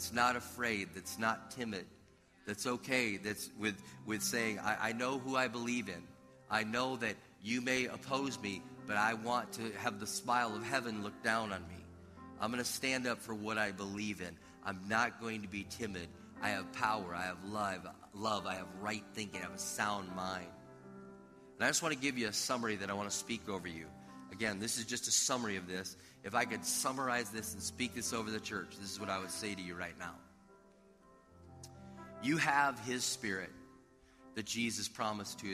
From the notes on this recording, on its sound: This audio was taken from a previously recorded video at River Valley Church in Minnesota.